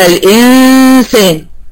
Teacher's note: انا دلوقتي الغنه اتنقلت من عند النون للسين، لان انا بروح عند بسب عند الحرف اللي بضغم اللي بخفي عنده، او سواء في الادغام عند المضغم فيه زي ما يعمل. · Term: الاخفاء